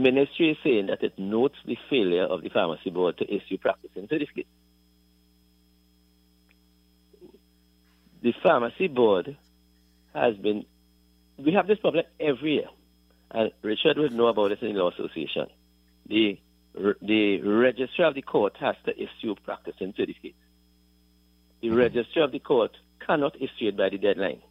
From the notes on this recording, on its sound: During this hour we take calls from our audience